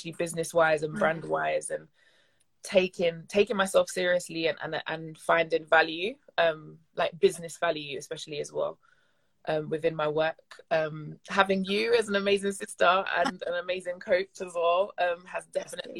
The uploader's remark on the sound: The sound quality of this episode could have been better.